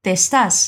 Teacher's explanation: Aquí no decimos te estás. Unimos las dos es.